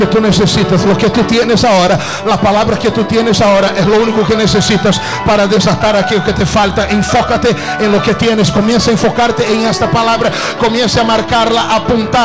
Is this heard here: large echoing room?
yes